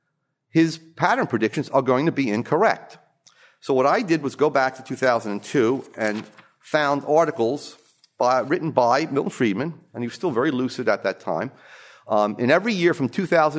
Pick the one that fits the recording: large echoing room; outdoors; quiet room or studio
large echoing room